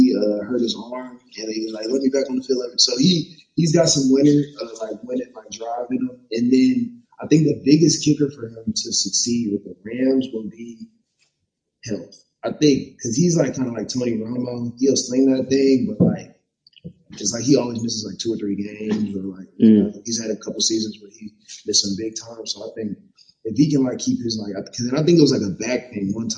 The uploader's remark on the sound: Audio Issues. We weren't in the best setting to record, and we didn't have all of our equipment.